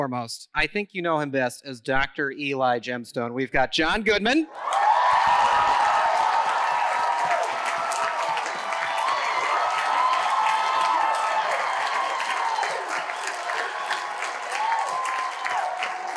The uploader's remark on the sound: The Gemstones joined a sold-out audience at ACL Live for a conversation. This conversation was recorded live at ATX TV Festival Season 12 (June 1-4, 2023) in Austin, TX.